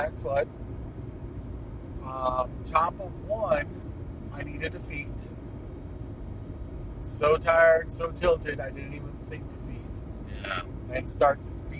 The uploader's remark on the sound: Car-isode. After Dayton SWORM sweeps the Columbus Guard Tower OWC Qualifier.